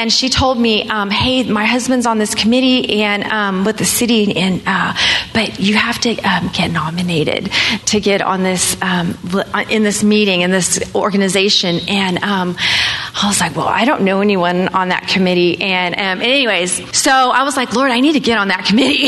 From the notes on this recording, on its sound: Live recordings at this year's RISE conference at the Mission Church in Vacaville, Ca. As part of the Breakthrough Sessions.